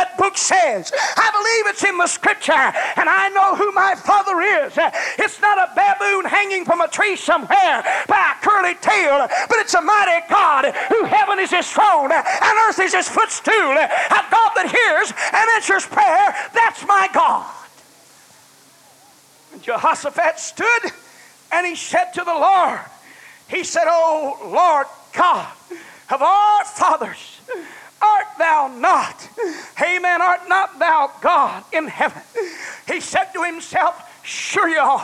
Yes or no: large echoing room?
yes